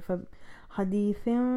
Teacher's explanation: آپ نے میم کو کھینچنا ہے اور آپ کے لپس جو ہیں وہ بہت ہی لائٹ بند ہونی چاہیے. جس طرح میم مشدد میں ہم بند کرتے ہیں یا میم کے لیے ہم بند کرتے ہیں اس طرح نہیں بلکہ بہت ہی لائٹ بند ہوں گے. · Term: اقلاب